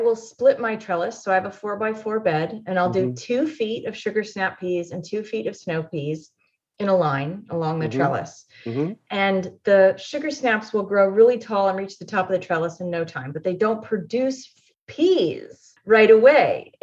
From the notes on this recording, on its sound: Has a relaxed conversation in a Zoom room with a special guest to cover useful gardening topics, and they answer questions from the live listening audience.